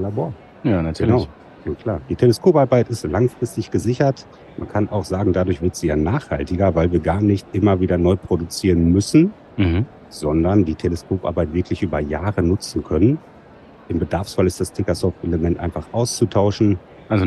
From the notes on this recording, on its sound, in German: Live auf der IDS 2023 nehmen wir Special Editions von Dental Lab Inside auf.